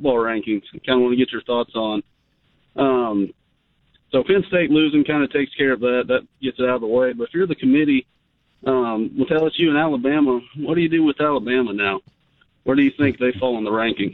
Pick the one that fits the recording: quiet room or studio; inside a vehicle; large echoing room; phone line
phone line